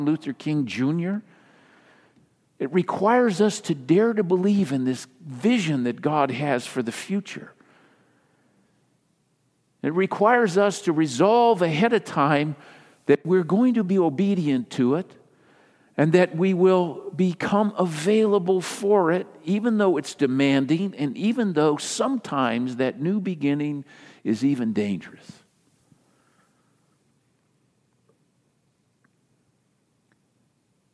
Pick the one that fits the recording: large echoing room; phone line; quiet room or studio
large echoing room